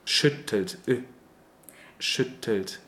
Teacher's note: we make this sound with the open capital I, I, in the back, and in the front with our lips · Term: open U umlaut sound